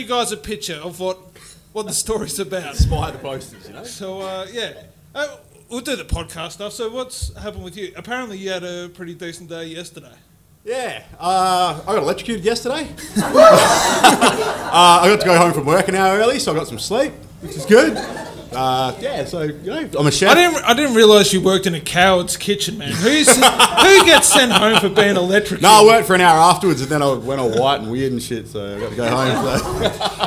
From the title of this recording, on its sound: LIVE SHOW #1 Fringe 2021